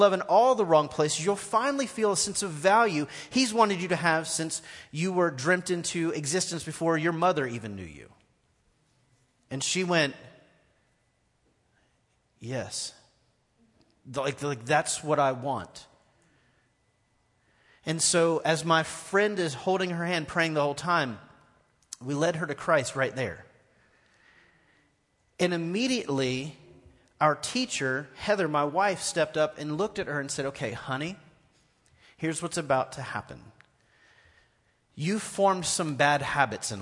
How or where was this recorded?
large echoing room